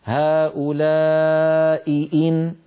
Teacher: لابد من بيان الهمزتين وألا يضيع صوت إحدى الهمزتين بسبب المجاورة · Term: همزتان